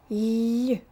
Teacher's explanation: They are both pronounced with the front part of the tongue touching the hard ridge or alveolar ridge behind the upper front teeth. The difference seems to be what the middle part of the tongue is doing. · Term: hard and soft L